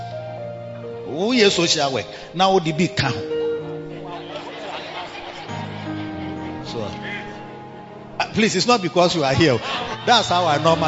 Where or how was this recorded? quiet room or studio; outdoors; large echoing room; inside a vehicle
large echoing room